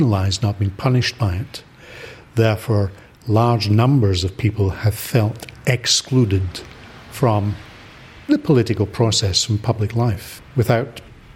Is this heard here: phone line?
no